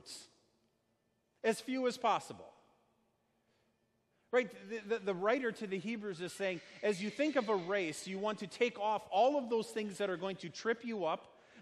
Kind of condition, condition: setting, large echoing room